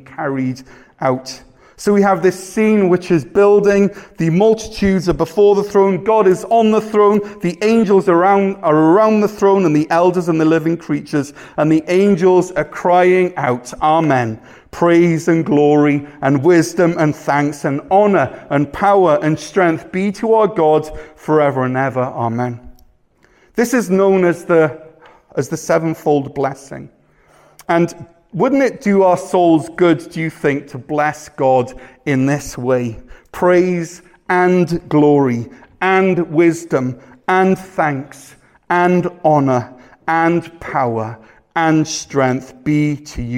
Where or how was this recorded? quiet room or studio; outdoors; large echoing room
large echoing room